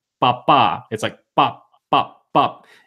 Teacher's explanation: So papa is the letters P-A-P-A. But in Spanish, there's not that extra airy sound underneath the P. · Term: the Spanish P